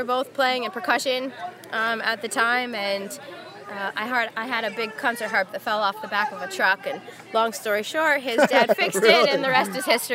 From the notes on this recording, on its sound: Sherwood Forest Faire. Some of the stories I recorded at the faire.